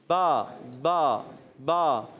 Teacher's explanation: با دونوں ہونٹوں کو ملا کے ادا ہوتا ہے